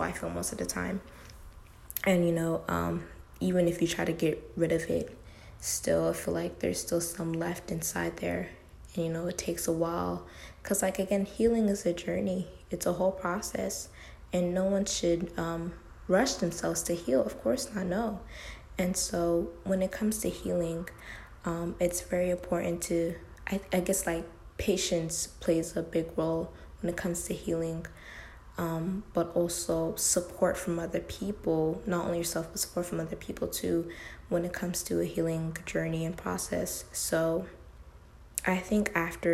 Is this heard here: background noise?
yes